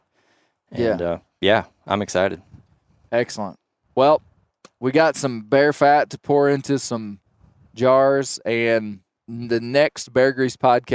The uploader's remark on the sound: This is an in-the-field recording of the Bear Grease [Render]!